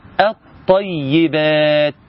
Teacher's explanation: اللام ادغمت في الطاء، اللسان بدل ما يروح هنا ويرجع تاني يجي هنا، قال لا لا لا، انا خلاص في هنا لام شمسيه، طيب انا هضغط هنا واحقق مخرج الطاء وتشدد ونخلي اللام دي ادغمت في دي. · Term: إدغام